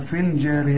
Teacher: الياء بتلغى لأنها ساكنة واللام ساكنة، في الجارية إذا وقفت تقول في، وإذا بدأت تقول الجارية